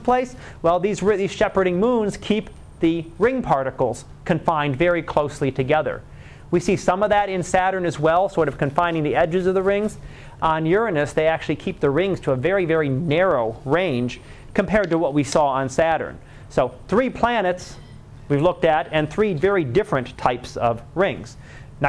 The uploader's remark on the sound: Live Class Lecture